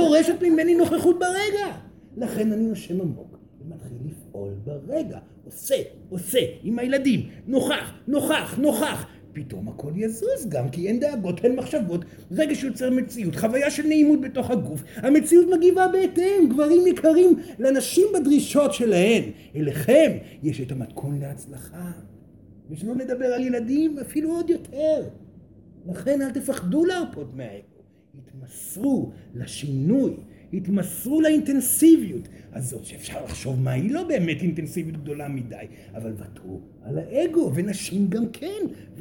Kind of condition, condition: setting, live audience